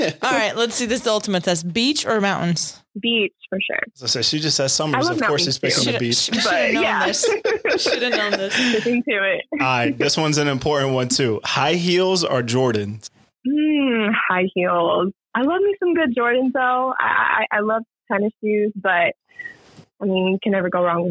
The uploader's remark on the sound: we have a phone call with the remarkable